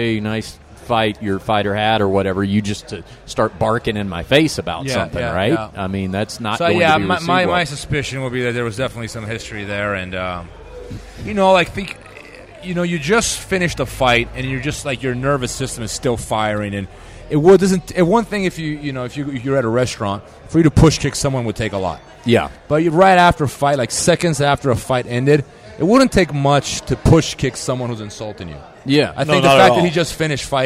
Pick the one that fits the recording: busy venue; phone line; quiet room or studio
busy venue